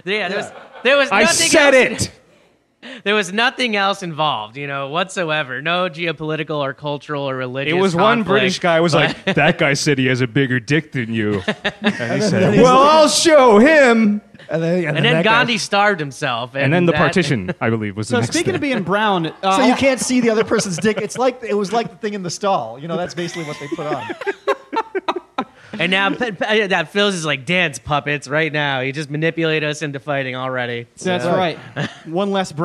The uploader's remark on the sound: Our first ever live episode. Four mics of pure chaos. This was recorded live in front of an audience. At the beautiful new Misfit Hive up in Queens.